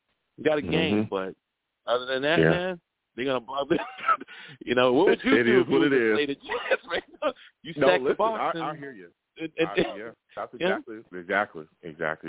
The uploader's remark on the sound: I also take live callers!